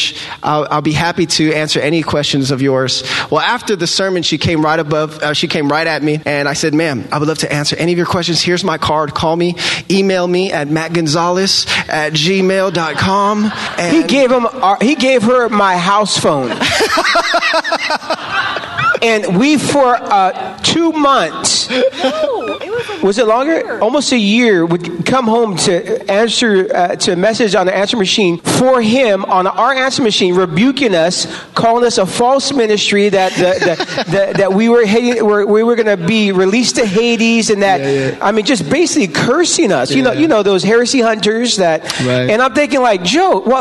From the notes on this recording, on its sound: Live recordings at this year's RISE conference at the Mission Church in Vacaville, Ca. Live at RISE 2019.